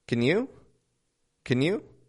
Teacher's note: Super quick, dropping the A out, just a quick can.